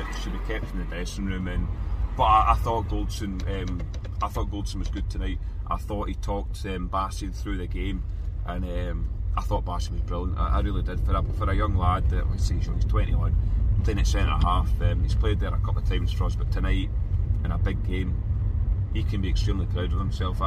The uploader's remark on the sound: Our reaction from the car after leaving Ibrox.